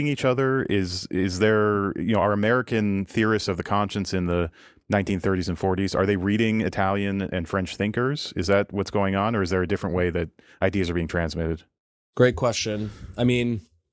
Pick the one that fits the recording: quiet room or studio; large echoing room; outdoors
quiet room or studio